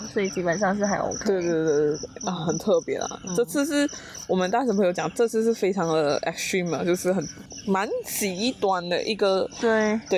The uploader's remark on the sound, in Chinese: 那天的野外录音。我们在去露营的行程里，就在帐篷外面，架起麦克风就这么录音了。大家有没有听到很疗愈的大自然背景音呢。很好听的大自然ASMR就是我们这一集的背景音乐。非常的舒服，在野外徐徐凉风，还有满天的星空底下录音，真的是很特别的一个经历。